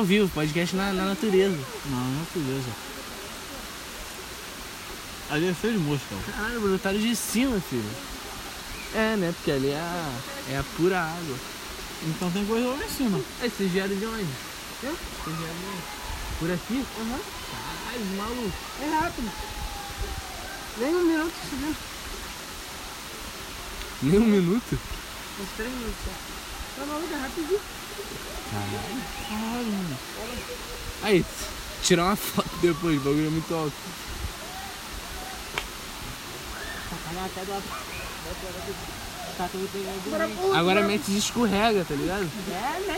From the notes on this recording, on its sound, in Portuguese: (AO VIVO). Trocamos ideias no topo de uma cachoeira.